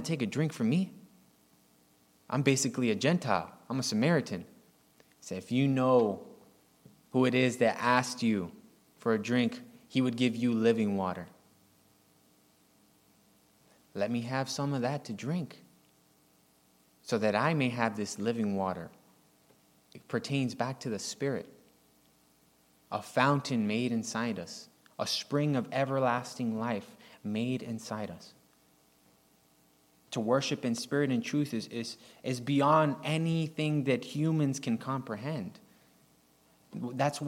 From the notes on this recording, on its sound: recorded on May 20, 2023, at Ringgold Seventh-day Adventist Church